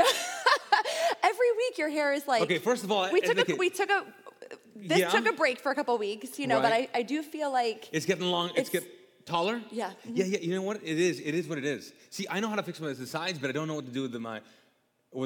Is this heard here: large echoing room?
yes